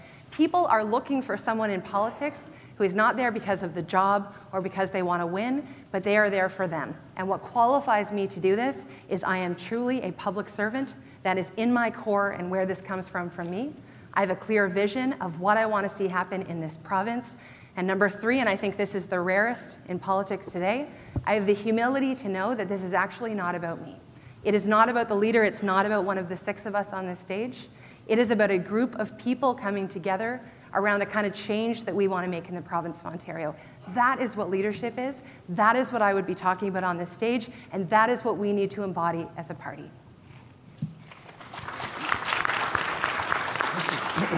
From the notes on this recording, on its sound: Next, they were asked to defend their case before the Empire audience. This was a rare public opportunity for our audience to hear all of the candidates on one stage.